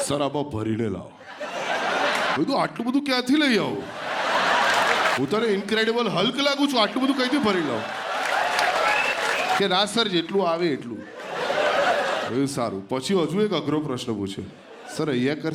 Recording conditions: live audience